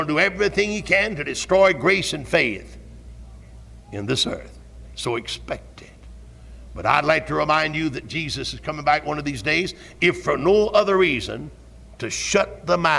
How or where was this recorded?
large echoing room